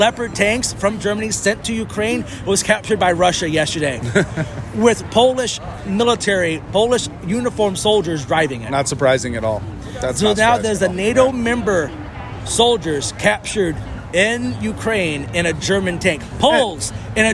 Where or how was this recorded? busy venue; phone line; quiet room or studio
busy venue